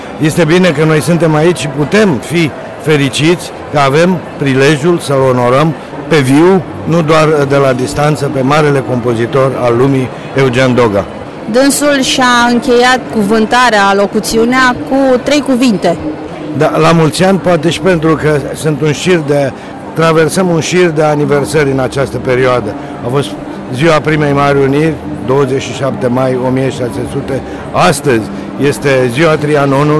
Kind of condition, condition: setting, busy venue